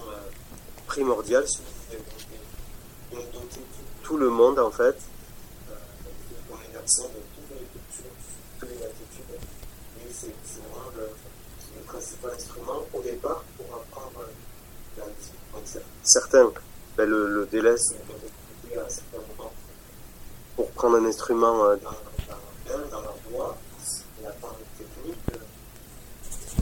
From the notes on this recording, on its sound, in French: "Tarba en canta 2023 " , festival international de polyphonies. Interview téléphonique. Le début de l'interview n'est pas d'excellente qualité mais la suite vaut la peine de patienter !